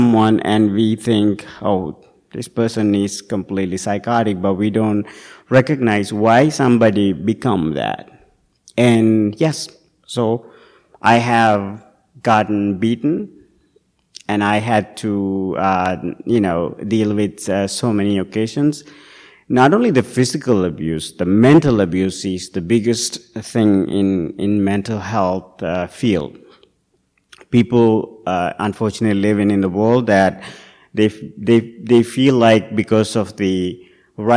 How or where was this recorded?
large echoing room